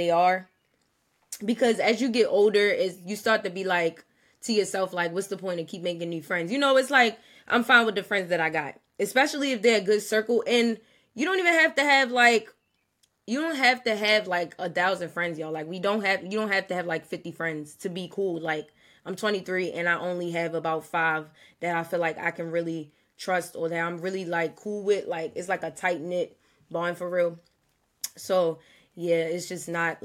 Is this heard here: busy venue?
no